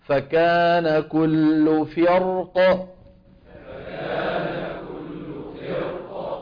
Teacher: أما عند الوقف عليها بالسكون ففي الراء التفخيم لا غير